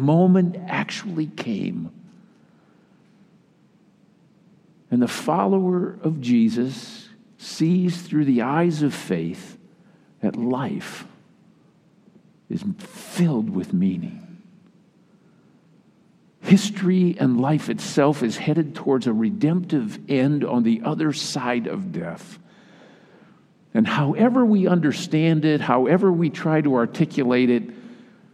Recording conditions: large echoing room